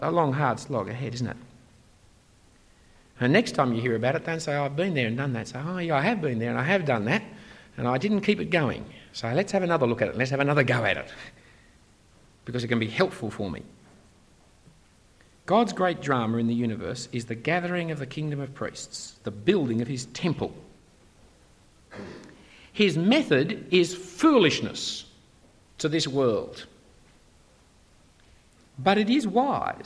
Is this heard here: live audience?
yes